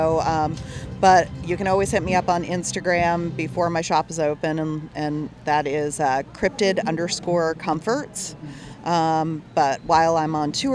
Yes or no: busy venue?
yes